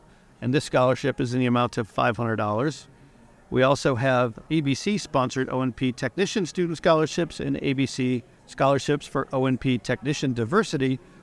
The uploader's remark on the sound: Recorded live at The Academy's Annual Meeting & Scientific Symposium in Nashville.